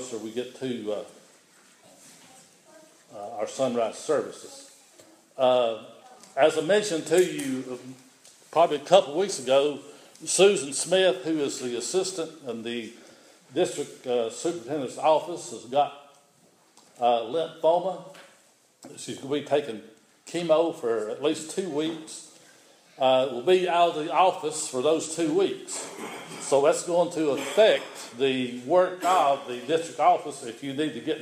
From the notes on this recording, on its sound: The following recording is the Sunday Sermon on Sunday, January 31, 2016 at Persia United Methodist Church in Rogersville, TN.